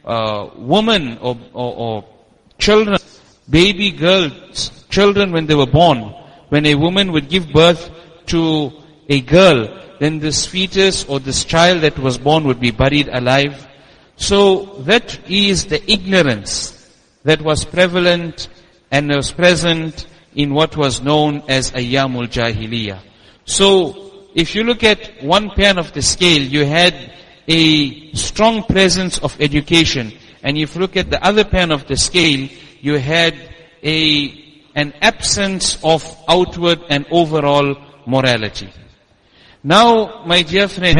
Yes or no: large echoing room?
yes